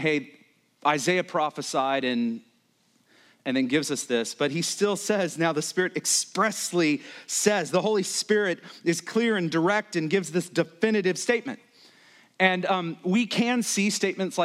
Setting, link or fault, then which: setting, large echoing room